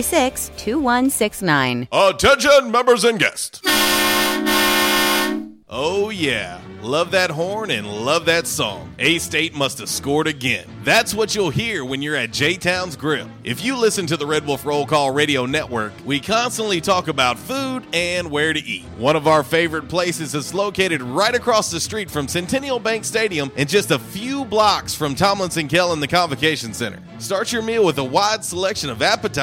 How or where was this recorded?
busy venue